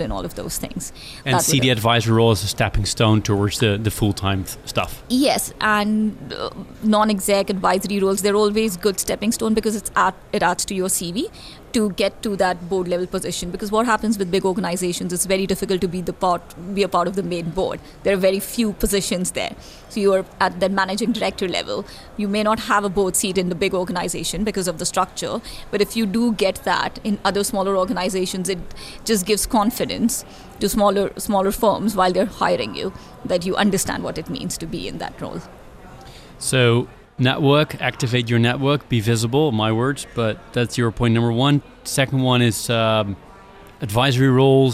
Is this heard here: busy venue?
yes